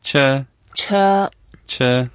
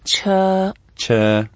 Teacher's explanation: It's a first tone, so we make it very flat.